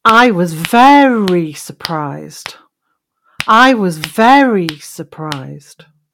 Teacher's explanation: if I elongate the air sound in very, then it gives us a different idea · So very becomes more emphasized. And it becomes the important word in that part of the sentence.